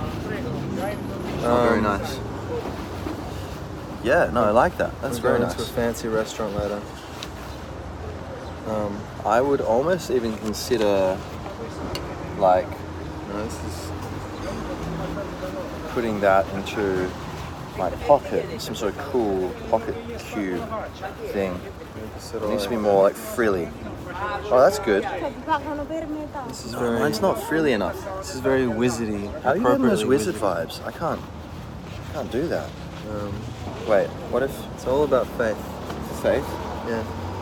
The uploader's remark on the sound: We come to you live (so to speak) from outside the walls of the Vatican, sporting sleek Italian shirts, delicious iced coffees and a will to be free.